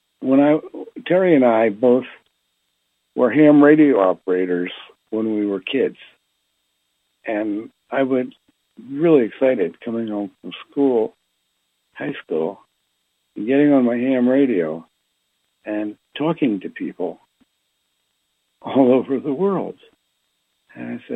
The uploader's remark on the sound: Conference Call LIVE